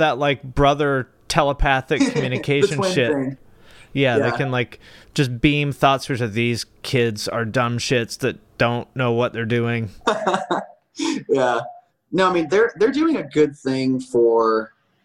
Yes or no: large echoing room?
no